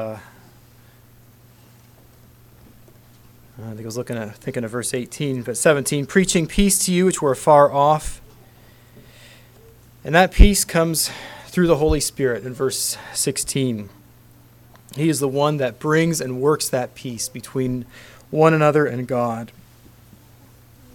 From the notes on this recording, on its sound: Council Message. Message preached at Word of Hope.